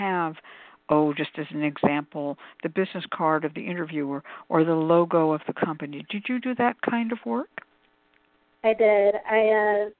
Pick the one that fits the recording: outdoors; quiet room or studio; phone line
phone line